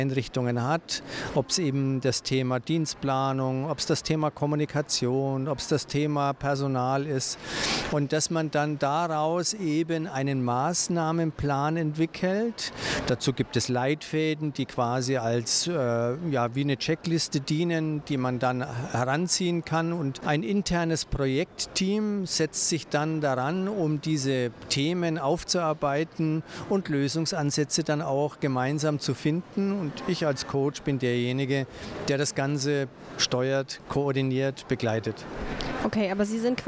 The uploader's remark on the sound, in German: Live vom Deutschen Pflegetag 2022. Haben wir auch am zweiten Tag des Deutschen Pflegetags noch mit Expert*innen gesprochen.